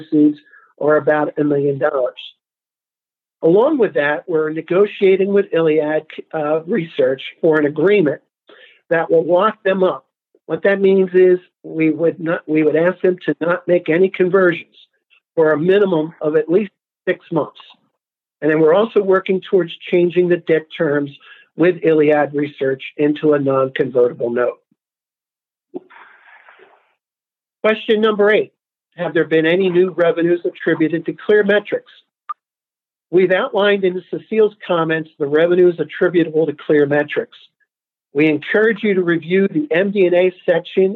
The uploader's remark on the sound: Progressive Care Shareholder Conference Call.